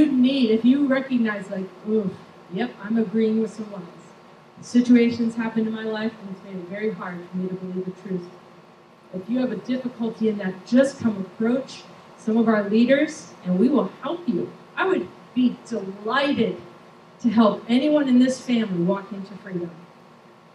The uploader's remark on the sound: Recorded on June 25, 2023 at Crossing Life Church in Carmel, ME.